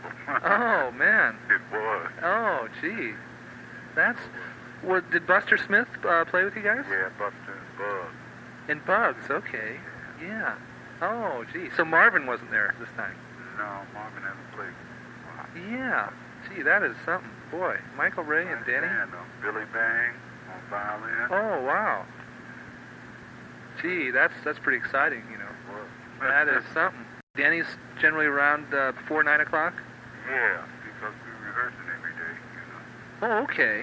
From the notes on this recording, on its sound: phone call